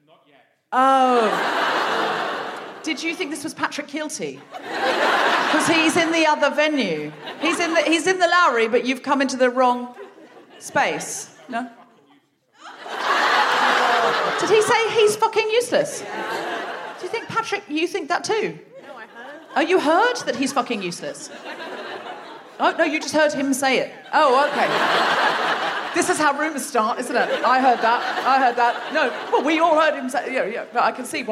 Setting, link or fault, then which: setting, live audience